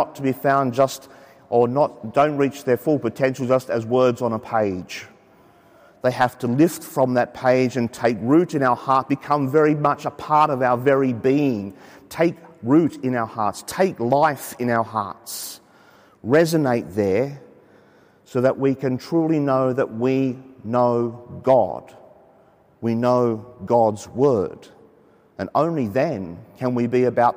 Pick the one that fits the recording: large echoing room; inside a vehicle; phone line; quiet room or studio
large echoing room